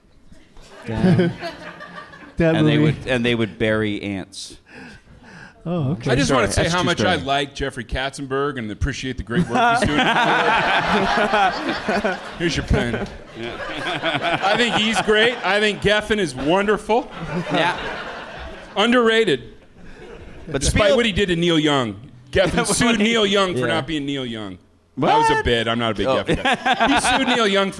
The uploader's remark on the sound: Live from the SF Sketchfest in San Francisco